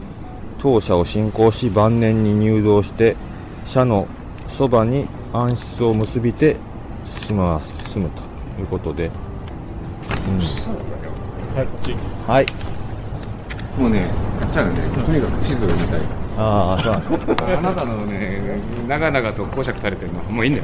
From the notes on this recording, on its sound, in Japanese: 台東区の南（神田川）東（隅田川）の端、柳橋からスタート！屋外ロケのためお聞き苦しいところがございますがご勘弁ください。